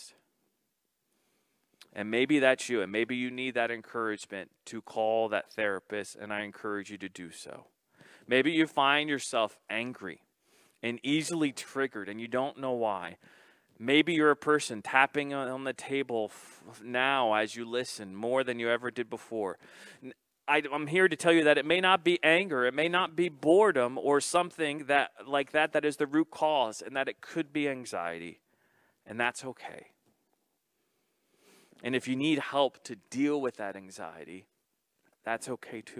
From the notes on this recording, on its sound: This message was first preached on January 17th 2021 at Linglestown Life Church in Harrisburg PA.